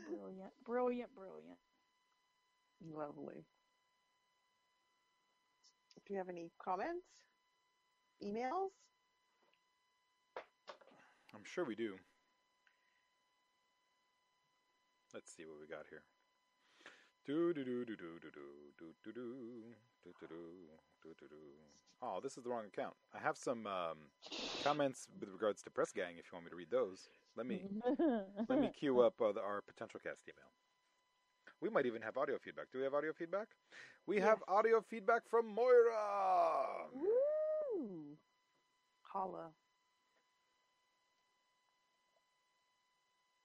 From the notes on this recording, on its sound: Audio issues!